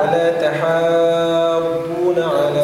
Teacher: ست حركات هذا مد لازم